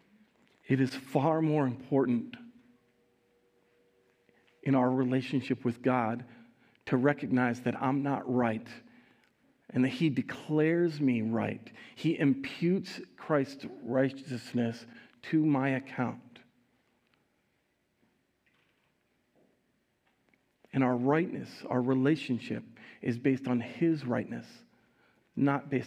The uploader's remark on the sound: Recorded live at Word of Life Church in Le Sueur, Minnesota, on October 16, 2022